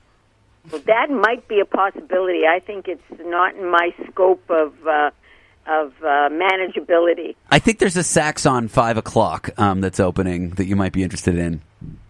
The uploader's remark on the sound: An inappropriate on-air phone call. Here's that phone call!